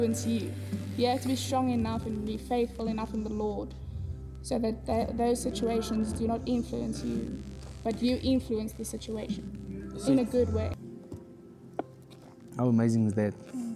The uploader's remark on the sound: We apologize for the background noise, we are doing our best to improve it in future episodes for YOU.